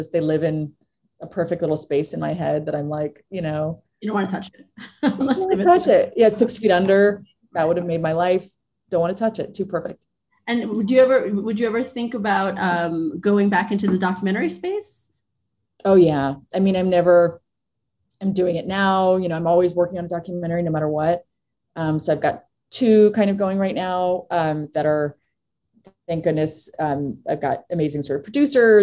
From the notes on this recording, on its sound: Virtual Q&A.